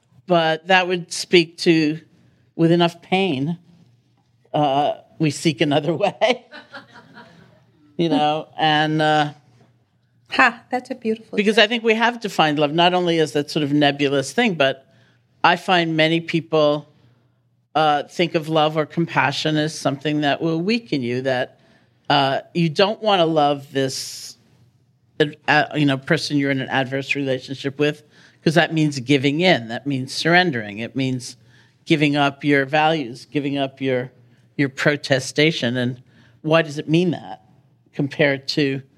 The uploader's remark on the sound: This conversation was recorded live at the JCC Manhattan in 2017.